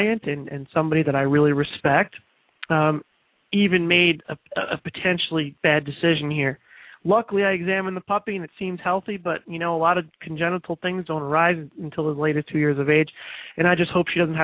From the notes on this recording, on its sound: open up the lines throughout this final broadcast